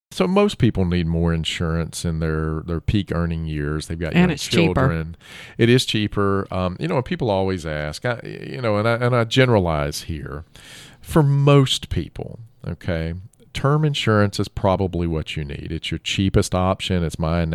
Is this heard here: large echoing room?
no